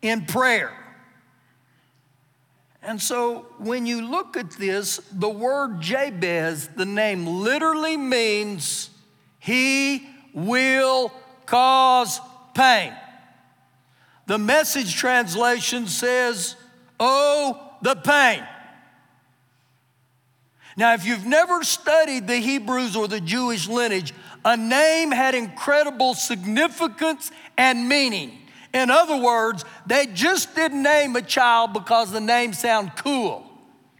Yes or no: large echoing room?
yes